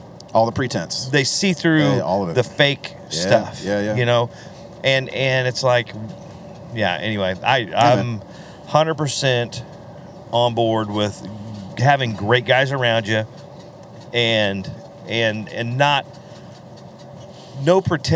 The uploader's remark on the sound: This week we bring you out on the road! Coming back from a show in Nebraska, we decided to pack up the podcast gear and bring you a podcast live from the RV!